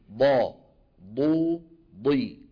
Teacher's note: الاستطالة كما نرى إخواني هي اندفاع اللسان عند نطق الضاد من مؤخرة الفم إلى مقدمته حتى يلامس رأس اللسان أصول الثنيتين العليين.